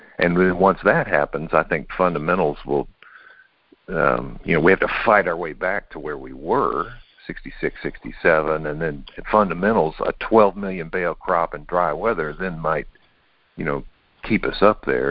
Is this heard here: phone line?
yes